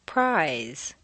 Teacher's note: notice how the voiced word is drawn out · Term: When S becomes Z